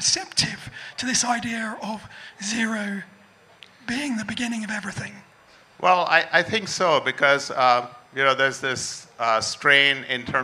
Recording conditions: live audience